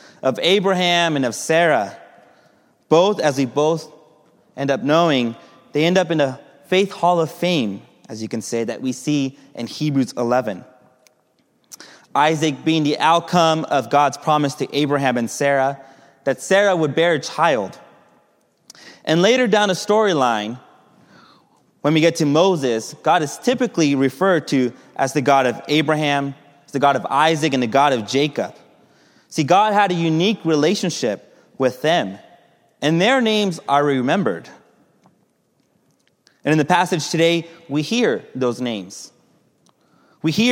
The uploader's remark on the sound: Message delivered during the Contemporary Worship